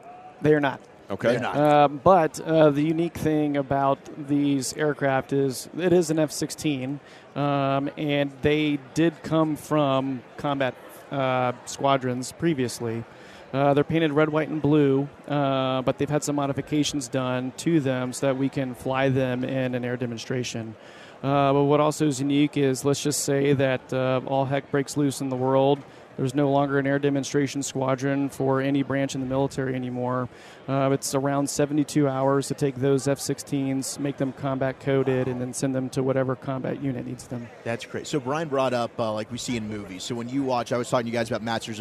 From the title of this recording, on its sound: live from Super Bowl Radio Row